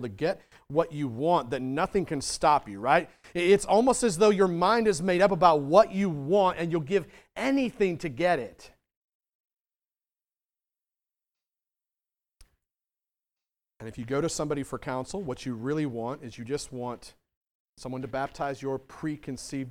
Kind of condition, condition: setting, large echoing room